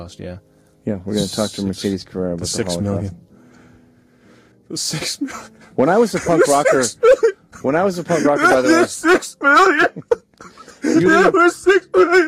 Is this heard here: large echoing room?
no